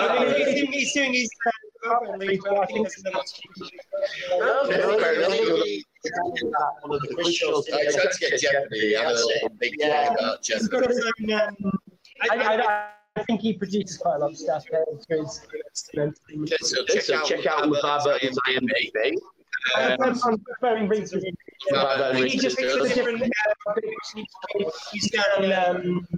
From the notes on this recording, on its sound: This episode was rerecorded in a pub so the sound quality may not be of the usual quality.